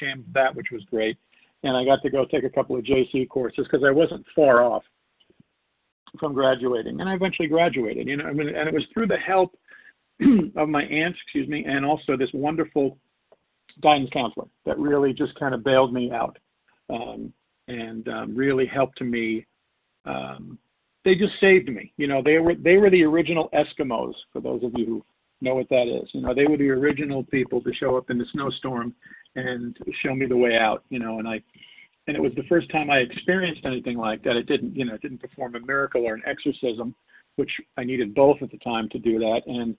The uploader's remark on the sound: 100 Pounders Phone Meeting on 12/6/20